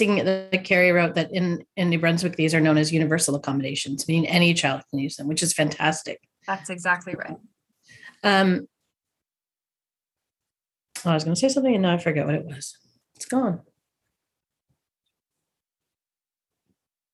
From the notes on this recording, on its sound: this was initially recorded as a video webinar